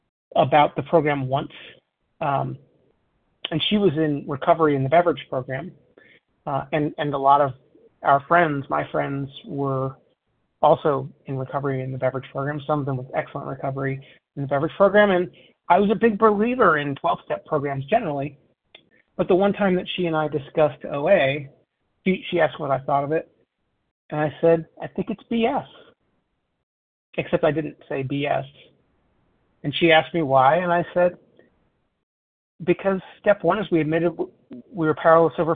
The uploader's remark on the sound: 100 Pounders Phone Meeting, 4/14/23